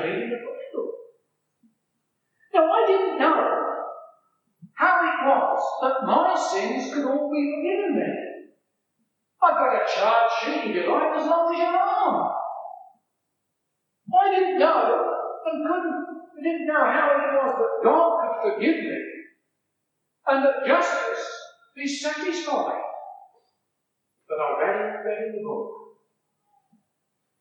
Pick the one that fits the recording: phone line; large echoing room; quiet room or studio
large echoing room